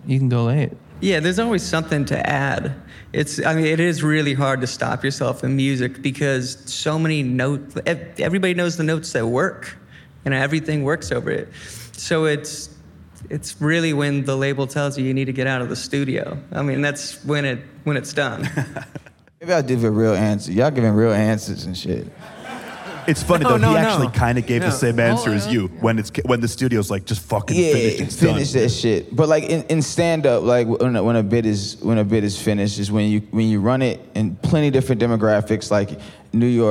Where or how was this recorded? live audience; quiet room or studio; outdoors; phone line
live audience